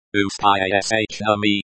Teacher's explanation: with the stress on the second syllable